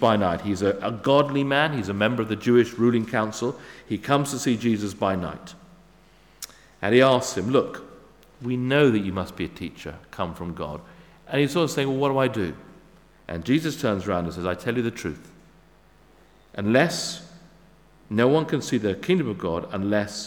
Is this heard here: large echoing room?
yes